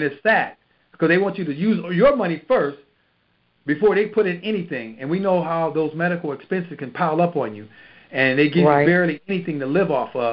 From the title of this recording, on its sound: Gold Club Q&A Call